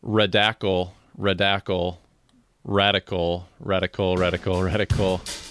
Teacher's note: he's putting that accent on the second syllable instead of the first